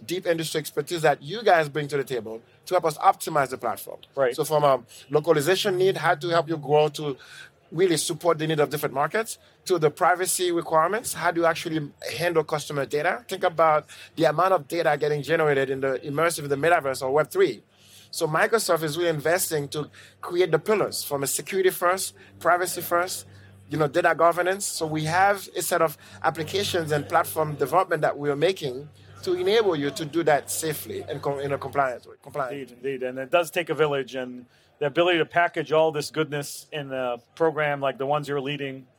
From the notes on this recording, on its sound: CES 2023 Fireside Chat. This episode features a fireside chat recorded live at CES 2023.